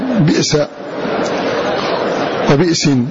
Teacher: قرأ ابن عامر بكسر الباء وبعدها همزة ساكنة على وزن بئر